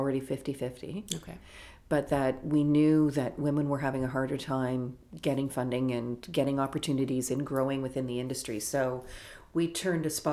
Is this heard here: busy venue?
no